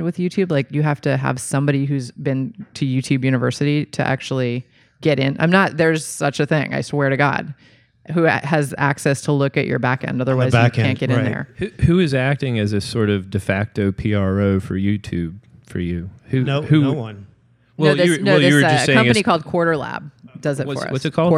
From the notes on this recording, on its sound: LIVE in Durham. We discuss in this final panel from Motorco Music Hall in Durham, NC.